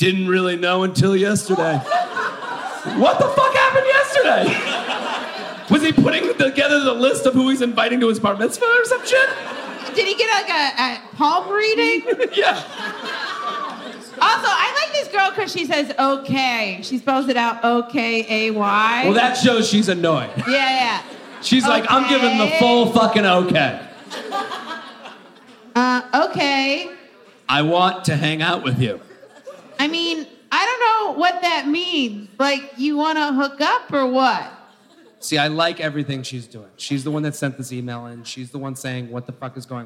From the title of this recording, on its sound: LIVE From Helium St. Louis